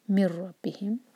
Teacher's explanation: empty नून के बाद रॉ, इदगाम बगैर गुन्ना का